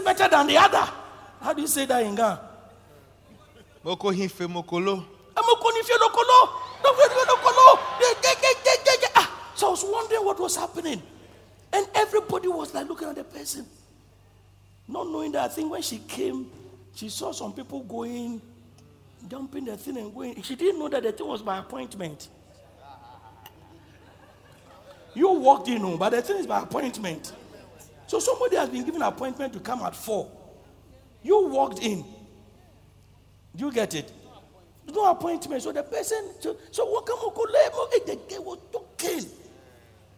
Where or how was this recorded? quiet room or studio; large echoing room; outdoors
large echoing room